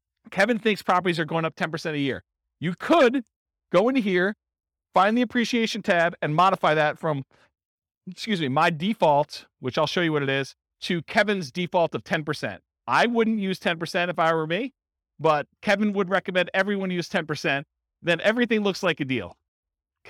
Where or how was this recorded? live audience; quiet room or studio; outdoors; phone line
live audience